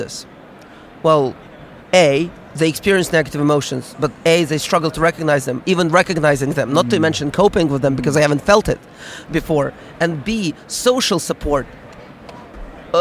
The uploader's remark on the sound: Live from SIOP